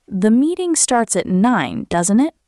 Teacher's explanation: Use rising intonation when you are less sure and genuinely want information. Your voice goes up at the end. For example, "The meeting starts at 9, doesn't it?" The words are the same, but the rising voice makes it a real question.